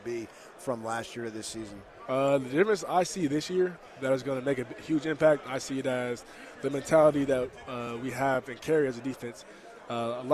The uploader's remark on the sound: live from Pac-12 Media Day